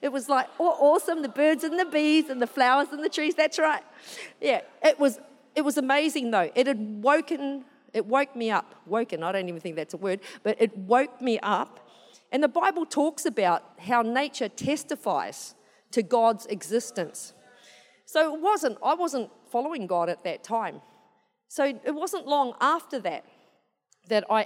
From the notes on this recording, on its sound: This was recorded in our 5pm service on the 11th of December, 2022